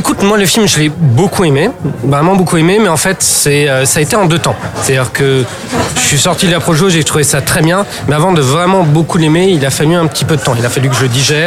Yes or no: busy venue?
yes